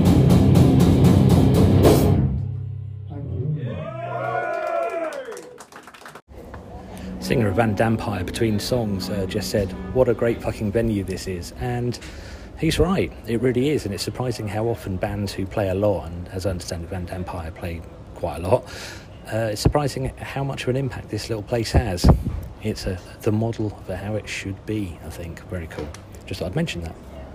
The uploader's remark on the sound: The Smokehouse, Ipswich (live review). Gonzo-style review of two heartbreakingly heavy bands sonically demolishing the brilliant Smokehouse independent venue in Ipswich. With our live reviews, we include field recordings and conversations with our fellow patrons, to try and immerse you in the experience.